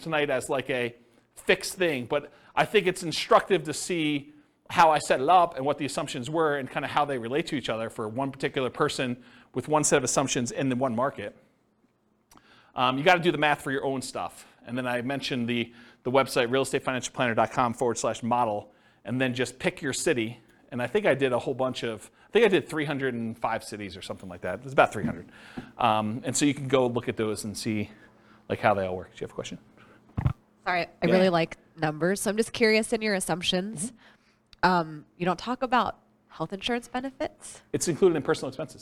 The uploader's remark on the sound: This was a live class recorded